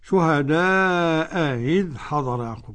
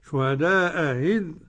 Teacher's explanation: همزتين من كلمتين مختلفتين، الأولى مفتوحة والثانية بالتسهيل · Term: تسهيل الهمزة الثانية